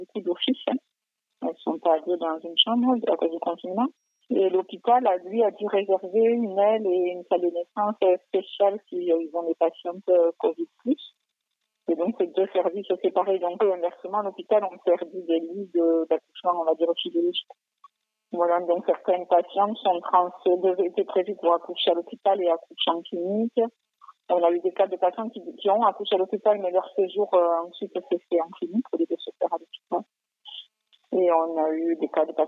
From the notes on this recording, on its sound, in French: Au téléphone